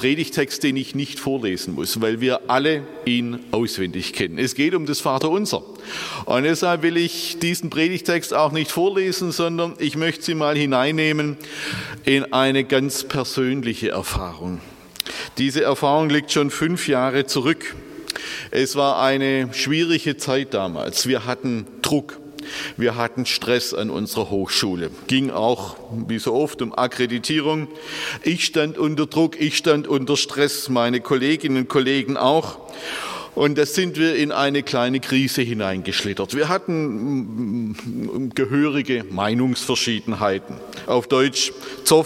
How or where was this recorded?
large echoing room